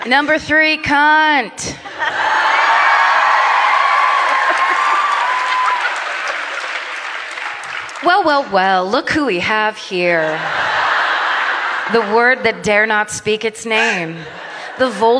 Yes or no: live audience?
yes